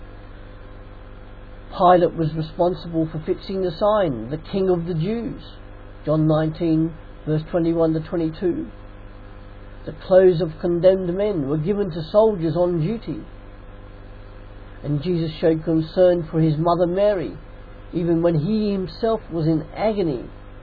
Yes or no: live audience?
no